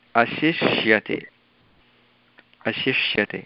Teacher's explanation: तत्र तालव्यषकारः अश् अनन्तरं मूर्धन्यषकारः श्यते